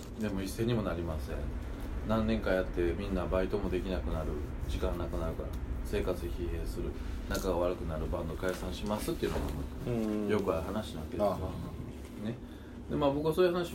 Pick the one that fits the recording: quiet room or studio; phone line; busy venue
busy venue